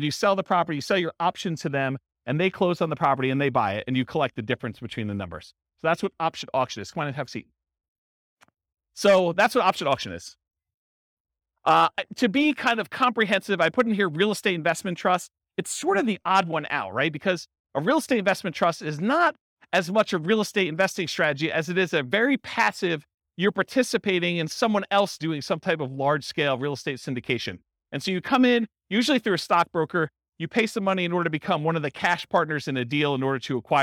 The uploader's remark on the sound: Highlands Ranch, Colorado. This was a live class recorded to give investors a solid qualitative overview of all the different real estate investing strategies.